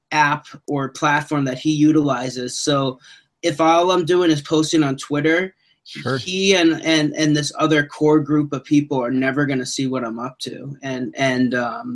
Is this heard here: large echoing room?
no